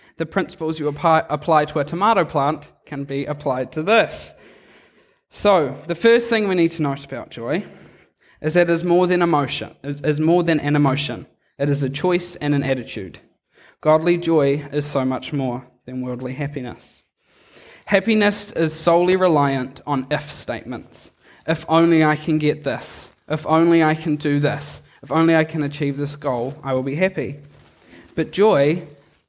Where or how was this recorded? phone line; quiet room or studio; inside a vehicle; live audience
live audience